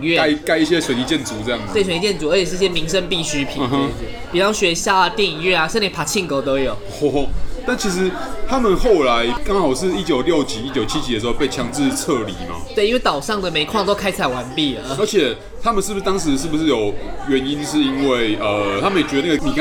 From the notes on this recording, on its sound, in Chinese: 本集白噪音指數：柔風級 3/5。錄音地點： 九州鬆餅 Cafe - 台北富錦店。